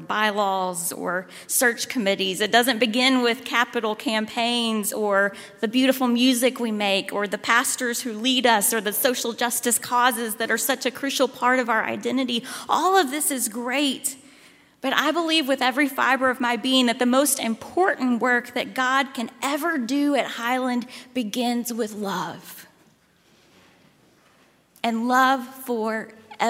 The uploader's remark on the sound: at Highland Baptist Church, Louisville, Kentucky.